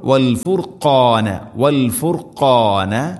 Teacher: തൊണ്ടയുടെ മുഗൾ ഭാഗത്ത് കഴിഞ്ഞ് ആണ് ഖാഫിൻ്റെ മഖ്റജ്, ചെറുനാക്കിൻ്റെ അടുത്തായിട്ട്